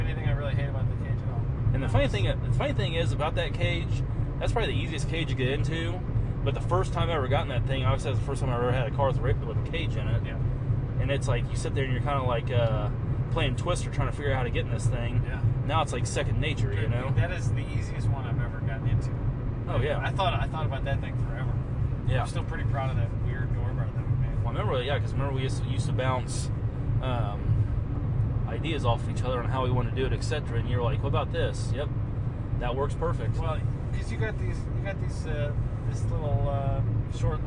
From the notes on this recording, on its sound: Recorded at show after landing in Atlanta. Almost crashed the rental car on multiple occasions during this recording.